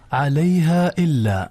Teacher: عليها إلا، مد منفصل. جميل، لأن الهمزة في كلمة والألف في كلمة أخرى